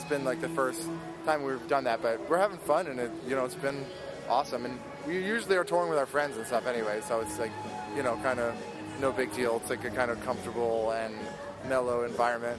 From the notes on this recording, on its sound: Onsite at Lollapalooza